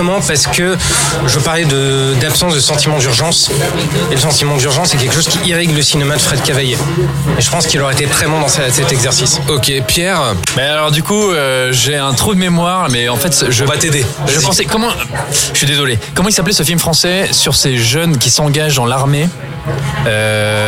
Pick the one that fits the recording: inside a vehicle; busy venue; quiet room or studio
busy venue